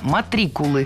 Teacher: Ударение ставим на второй слог.